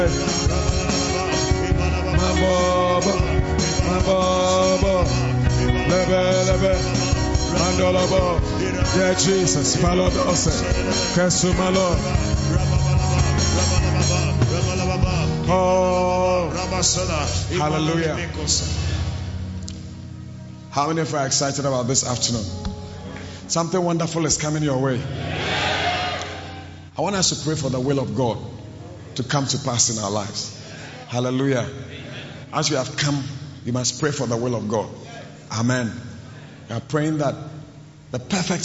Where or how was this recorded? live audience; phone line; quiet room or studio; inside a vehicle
live audience